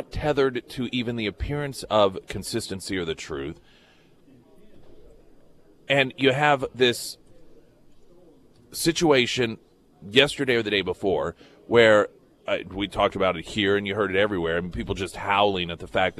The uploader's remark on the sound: live at Scramblers Diner